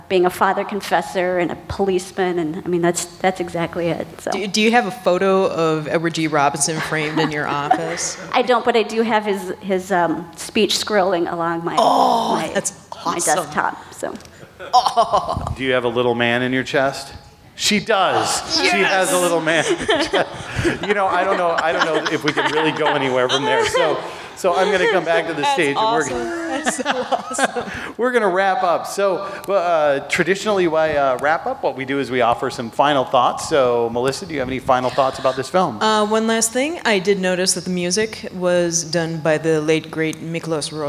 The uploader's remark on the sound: our recording at Pepito’s